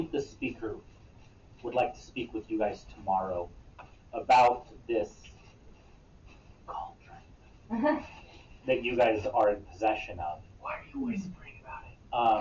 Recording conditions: poor sound quality